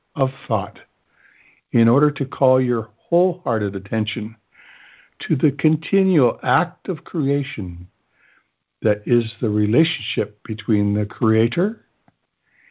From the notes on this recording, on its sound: CONF CALL. Students are joining together on a Free Conference Call to study A Course of Love [ACOL].